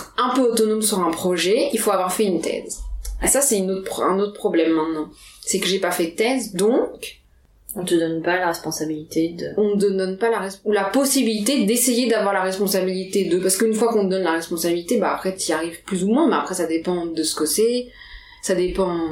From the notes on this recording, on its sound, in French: La découverte du matériel audio et l’isolation des appartements parisiens font que la qualité du son pour cet enregistrement laisse à désirer